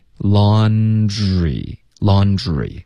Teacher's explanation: Laundry，你到 re 的时候，你的嘴唇就放松，然后舌头变平，re，然后你可以听到这个浊音